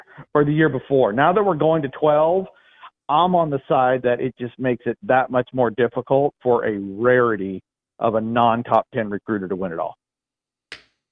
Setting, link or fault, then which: link, phone line